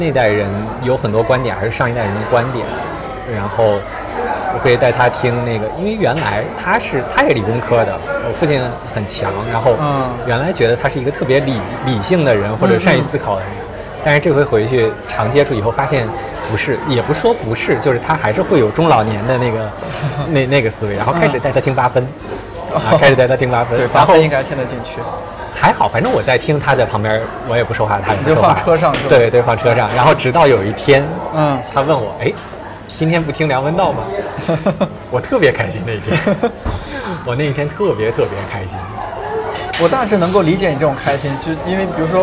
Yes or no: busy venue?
yes